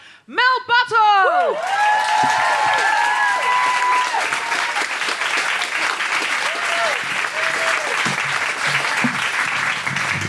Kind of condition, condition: setting, busy venue